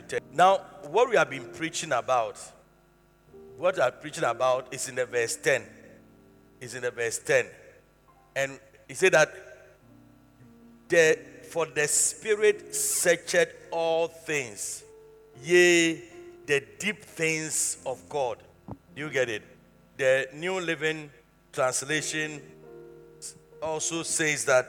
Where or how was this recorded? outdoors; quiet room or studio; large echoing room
large echoing room